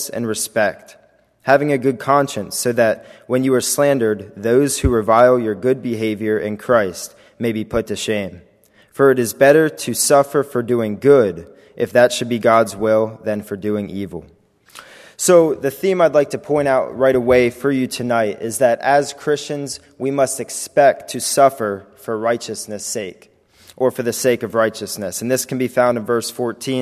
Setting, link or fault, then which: setting, large echoing room